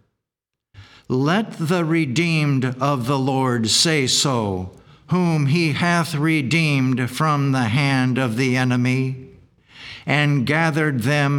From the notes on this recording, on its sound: The Sunday service audio.